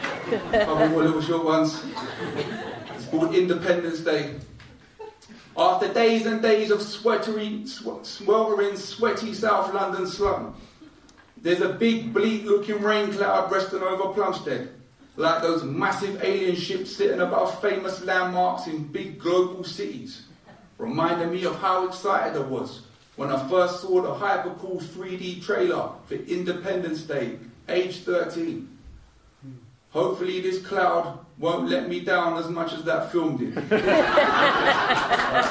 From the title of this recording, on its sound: Live at Poetry and Poppadums